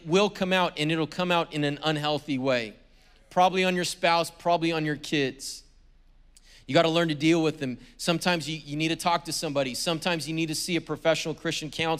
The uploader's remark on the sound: was preached on February 20th at the 10AM service.